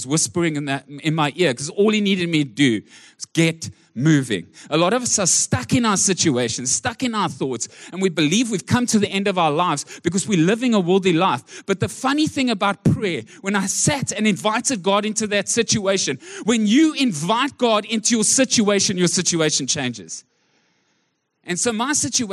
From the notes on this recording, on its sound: Recorded live on Sunday the 15th October 2023